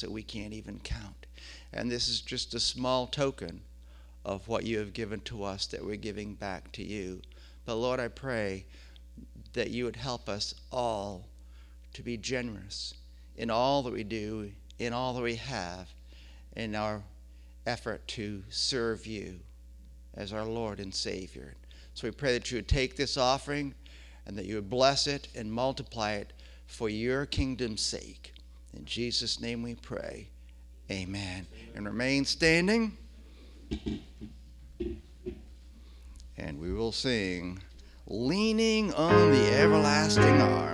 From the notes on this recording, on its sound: The audio from our service on July 5, 2020.